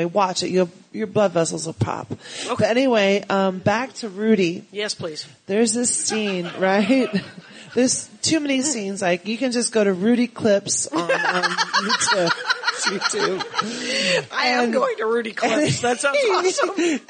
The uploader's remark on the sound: LIVE at NYCPodfest!